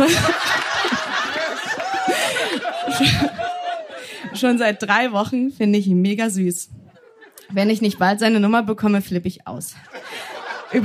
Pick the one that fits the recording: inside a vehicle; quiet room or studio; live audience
live audience